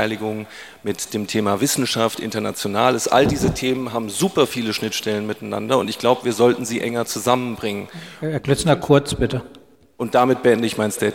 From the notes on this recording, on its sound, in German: Podiumsdiskussion vom Dachverband Kultur e.V. Sie hören die leicht gekürzte Fassung des Mitschnitts.